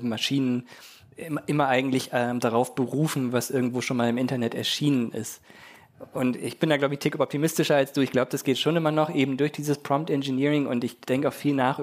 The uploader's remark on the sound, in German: Auf dem ZEIT ONLINE Podcast-Festival. Diese Themen vor Livepublikum diskutiert.